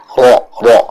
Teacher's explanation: ra'nya jelaskan ketika dia fathah maka vokalnya ke huruf o